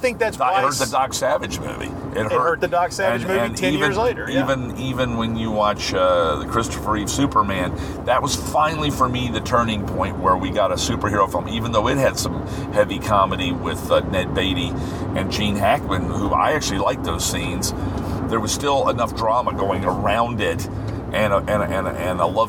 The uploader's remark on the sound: This might be the episode of the show recorded in the strangest fashion. This required a road trip. I thought it might be a good idea to record what occurred in the car just in case the police became involved. Hearing the car beep and the GPS tell us about traffic problems.